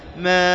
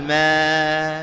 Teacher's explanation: لابد أن تخرج الهمزة محققة ليست مسهلة · Shown in: first take